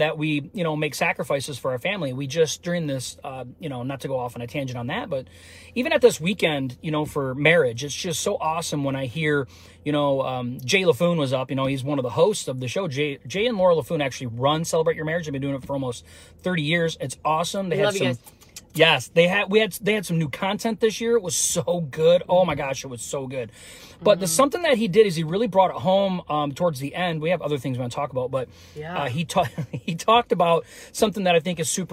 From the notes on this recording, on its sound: we go LIVE from our car